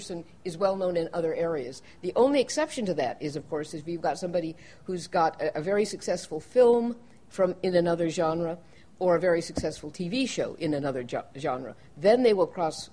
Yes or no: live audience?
yes